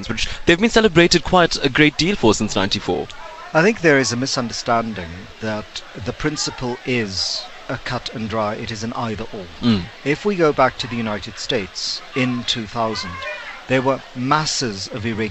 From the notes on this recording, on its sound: LIVE from the IEC Nerve Centre in Pretoria